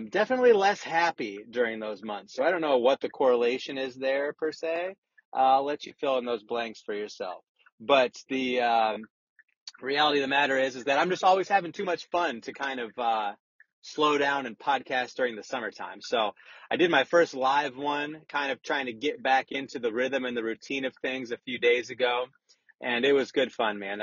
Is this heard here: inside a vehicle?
yes